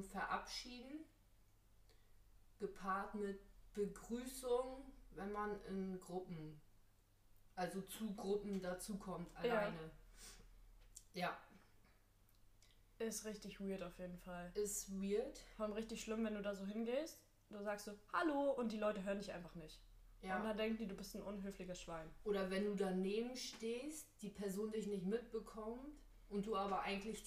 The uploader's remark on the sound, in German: technische Schwierigkeiten gehen uns mächtig auf die Nerven